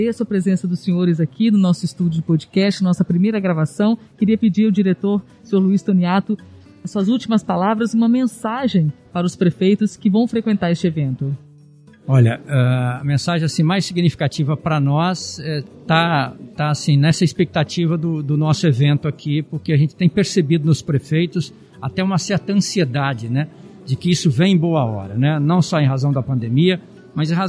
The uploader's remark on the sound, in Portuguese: Episódio gravado no evento "Seminário de Novos Gestores", realizado em dezembro de 2020.